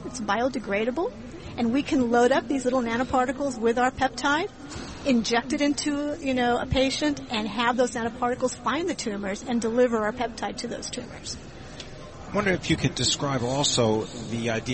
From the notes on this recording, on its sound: Broadcasting LIVE at Pershing's INSITE 2016 conference in Orlando.